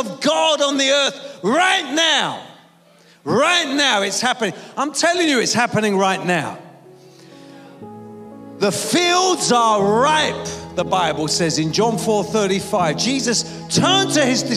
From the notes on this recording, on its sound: preaching at a Church in Thailand